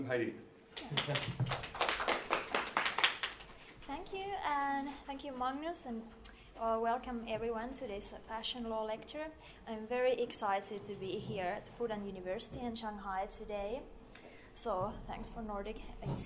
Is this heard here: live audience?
yes